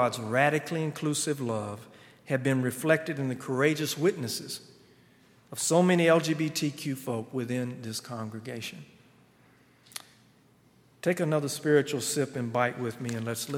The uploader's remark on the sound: on Sunday, June 16, 2019, at Highland Baptist Church